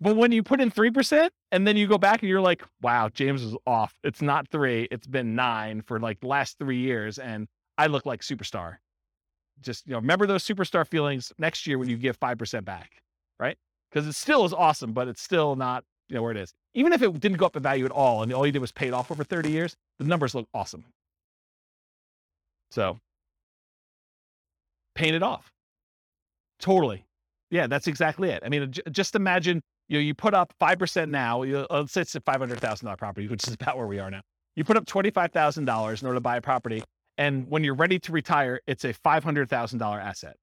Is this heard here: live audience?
yes